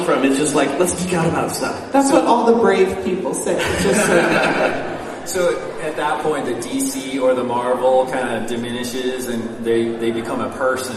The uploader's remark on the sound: NerdCon Podcasting Panel! In case you couldnt make it to Escondido for our panel at NerdCon, here it is!